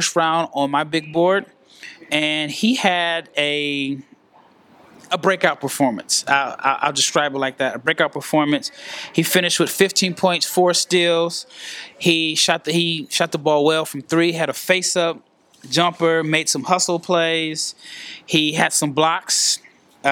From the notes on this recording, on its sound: Live from Henderson, NV. At the first annual G League Invitational.